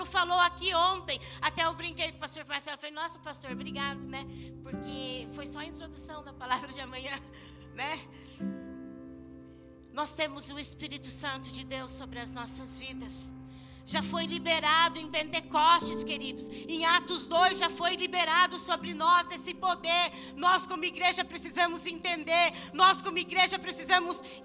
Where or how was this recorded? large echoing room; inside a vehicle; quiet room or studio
large echoing room